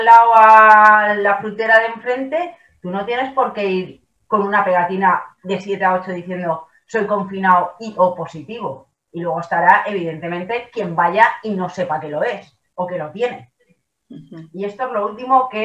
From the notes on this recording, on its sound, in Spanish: Mesa de debate virtual.